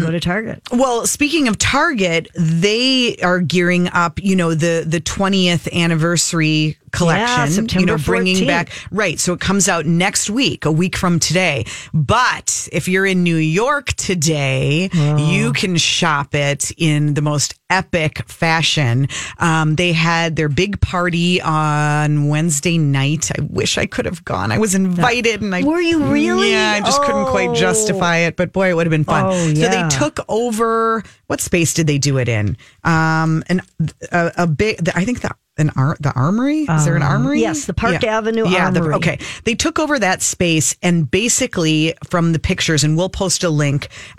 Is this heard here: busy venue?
no